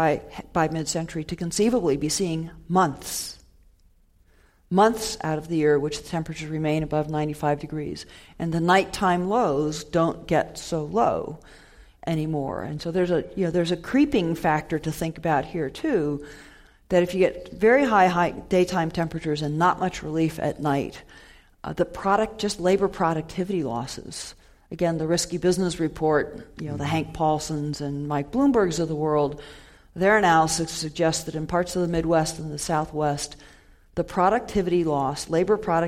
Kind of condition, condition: setting, live audience